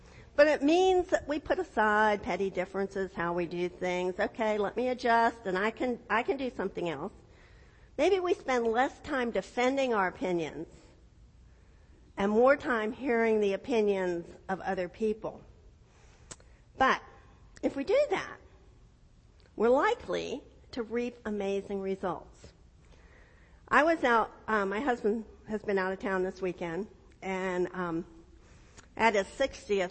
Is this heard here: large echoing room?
yes